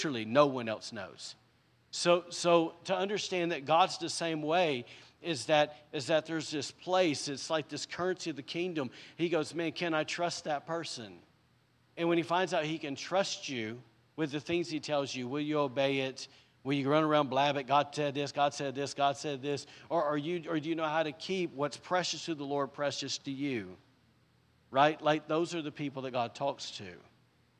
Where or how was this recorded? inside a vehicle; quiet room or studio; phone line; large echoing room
large echoing room